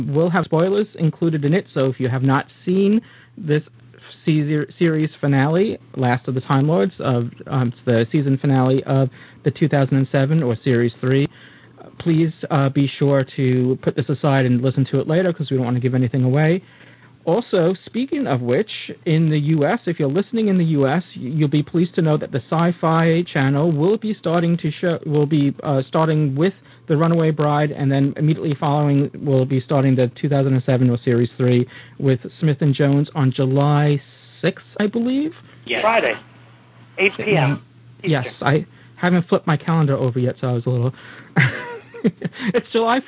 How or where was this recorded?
phone line